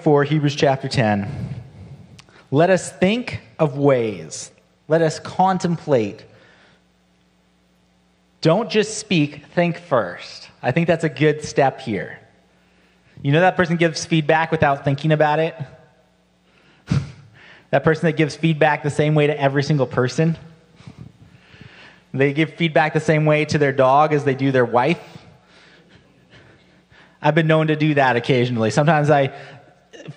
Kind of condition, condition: setting, large echoing room